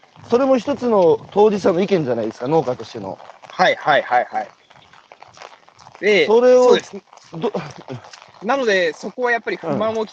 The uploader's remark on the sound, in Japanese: 歩きながら1時間、対談する